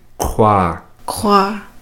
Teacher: It's the back of the mouth, not the back of the throat, but the back of the mouth. It's almost like if you were to gargle water.